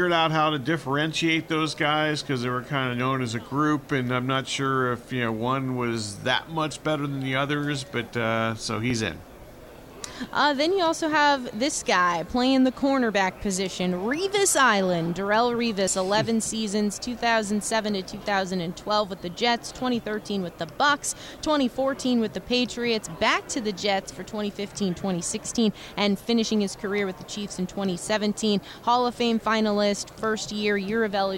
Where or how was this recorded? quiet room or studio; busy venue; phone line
busy venue